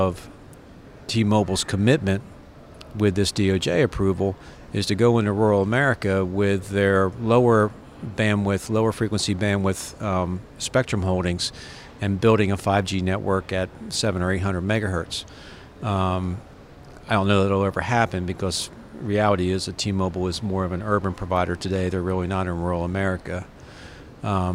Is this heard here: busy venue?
yes